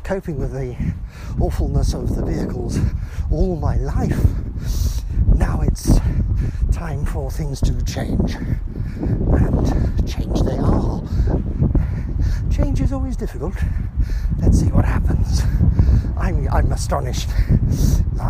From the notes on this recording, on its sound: A pedestrian's thoughts while walking to the bus stop. Handy mobile thought.